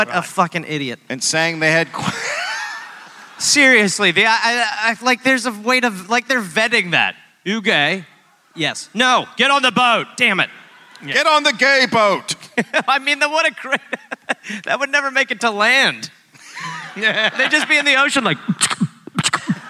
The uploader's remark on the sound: live in Sydney